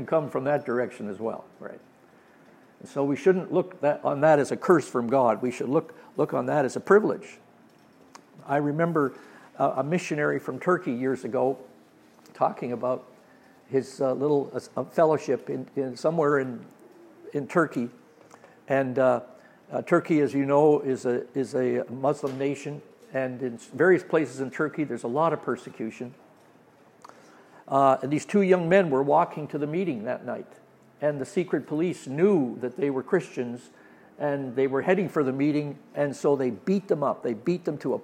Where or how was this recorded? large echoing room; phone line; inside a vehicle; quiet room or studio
large echoing room